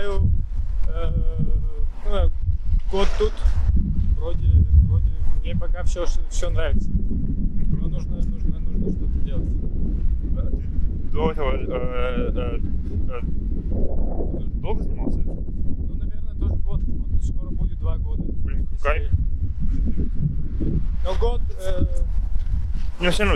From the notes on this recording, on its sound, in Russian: После половины разговоров закрыли заведение и нам пришлось продолжение на улице записать:( Я не взял ветрозащиту, прощу прошение, но что-то в наушниках можно услышать